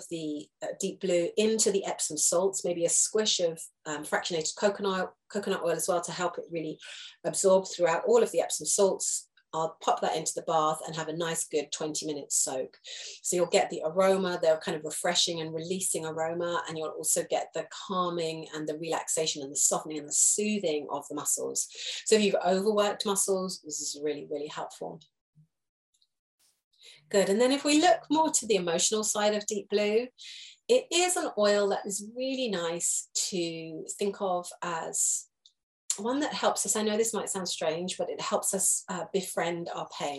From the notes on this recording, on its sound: This is a recorded Zoom lesson